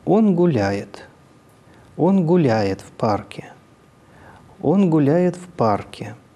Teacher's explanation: Начнем мы, естественно, с ИК-1. На гласном центре тон понижается